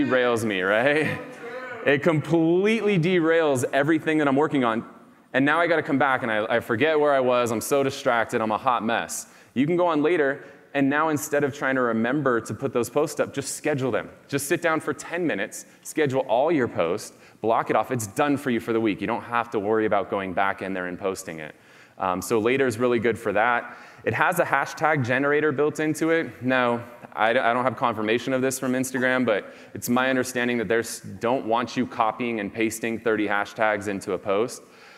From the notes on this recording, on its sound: speech at BombBomb's ReHumanize conference held earlier this year